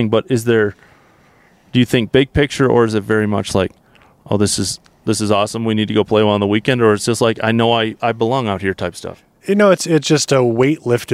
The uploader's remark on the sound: Live from Barracuda Round 2